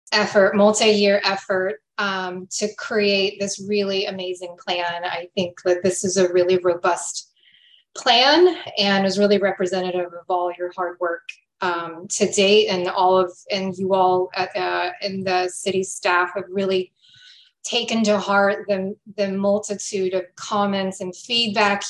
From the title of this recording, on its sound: Transportation Commission - ZOOM